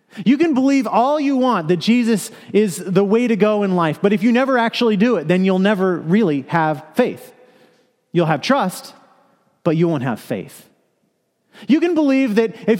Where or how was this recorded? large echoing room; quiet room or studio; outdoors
large echoing room